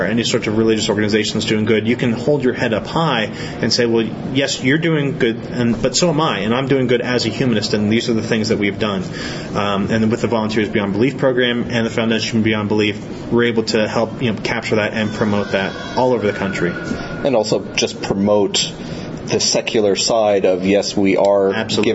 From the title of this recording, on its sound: at Skepticon 2012